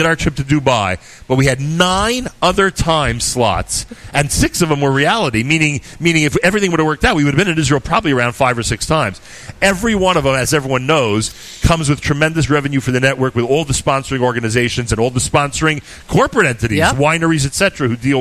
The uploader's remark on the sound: Live from Gotta Getta Bagel in Woodmere